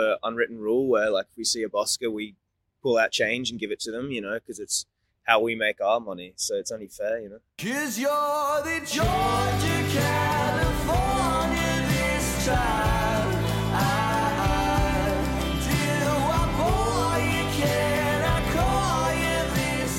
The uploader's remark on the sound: (Banana Alley by the Yarra River, Melbourne Central Business District).